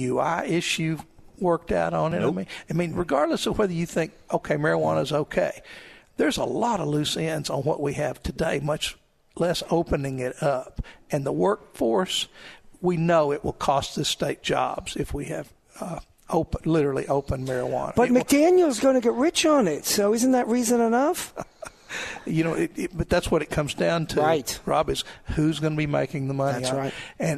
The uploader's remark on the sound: Live at the State Capitol for Filing Day